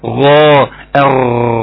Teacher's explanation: انت لما تيجي تقراها تاخد بالك هو مخرج الغين ايه من الحلق من ورا · Term: حرف غرغره